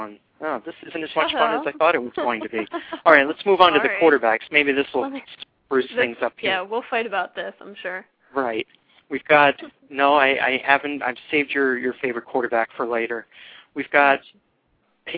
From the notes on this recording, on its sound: fan interaction via phone